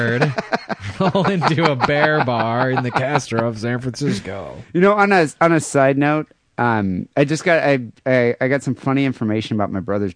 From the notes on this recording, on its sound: Phone calls and listener email.